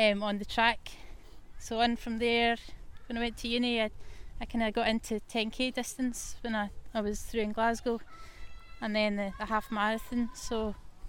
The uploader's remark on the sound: There is some background noise to this episode, it's real authentic and quite magnificent. The North Inch in Perth was the setting for our meet-up and chat.